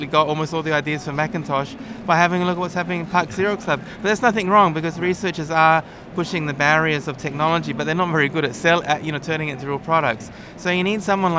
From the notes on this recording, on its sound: Recorded at the Wearable Technology Show 2015.